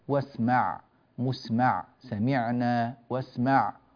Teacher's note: كذلك ننبه إلى في هذه الآيات إلى العناية بحرف العين، واسمع مسمع سمعنا واسمع وهكذا، جاءت كثير وطعنا كثير من المرات تعدد وتردد حرف العين، فنعتني بمخرجه من وسط الحلق بارك الله فيكم.